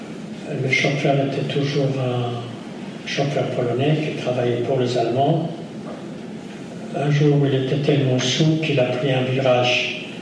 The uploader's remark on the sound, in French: lors de cette conférence